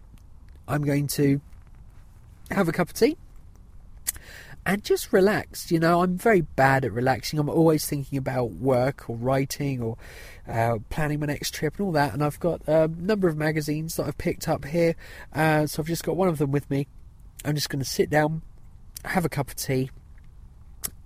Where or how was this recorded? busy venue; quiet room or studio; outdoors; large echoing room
outdoors